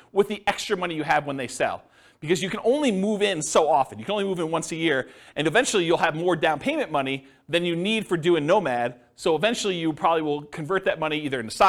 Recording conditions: live audience